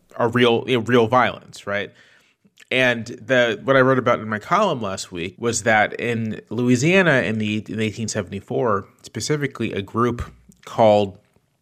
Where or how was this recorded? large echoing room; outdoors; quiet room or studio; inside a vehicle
quiet room or studio